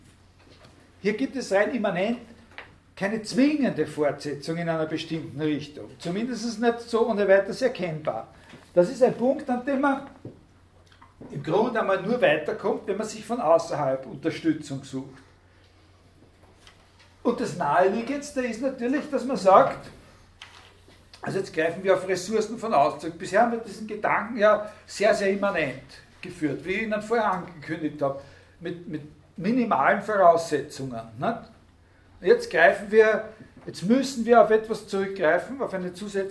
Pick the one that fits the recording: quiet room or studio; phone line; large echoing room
large echoing room